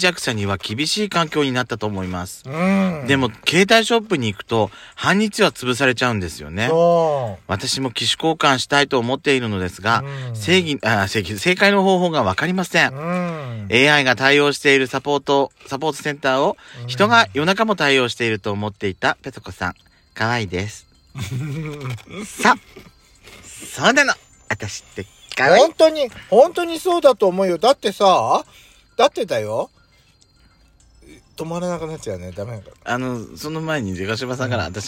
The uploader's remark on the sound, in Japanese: パーキング収録